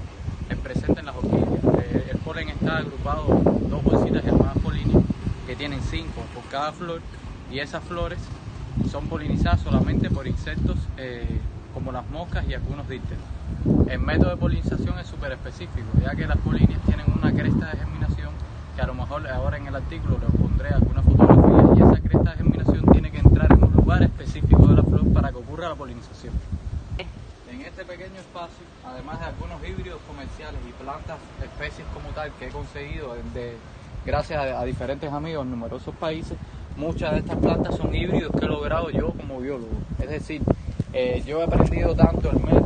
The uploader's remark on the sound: Excuse the noise caused by the wind blowing hard on the roof of my home.